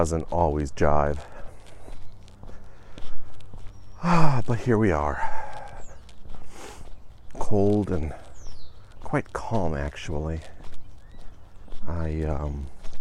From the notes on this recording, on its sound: The walk and talk returns